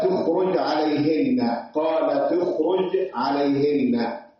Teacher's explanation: تلاقي بعد التاء بتدخل في الخاء مباشرة